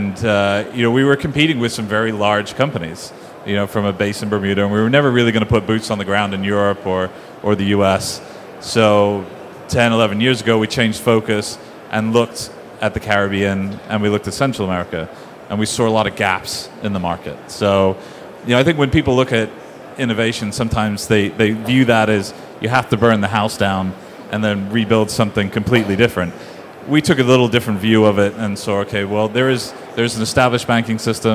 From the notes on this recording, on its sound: This recording is from Fintech Nexus USA held at the Javits Center in New York City on May 10-11, 2023. From the Innovation Zone.